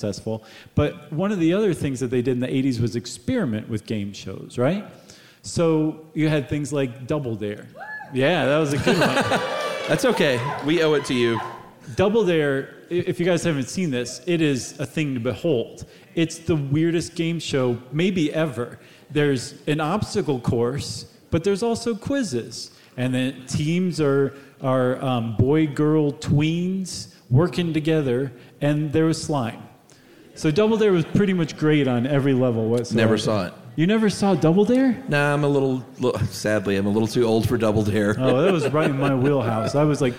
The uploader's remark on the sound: at the Gothic Theatre in Denver for this live show